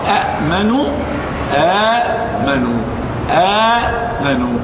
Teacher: أبدلت الهمزة الساكنة الثانية حرف مد من جنس الحركة التي قبلها · Term: مد بدل